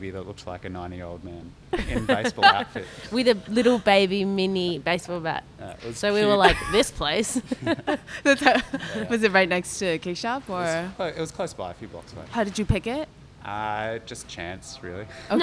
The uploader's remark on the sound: Recorded July 6th, 2015 at the Middle East Upstairs in Cambridge, MA.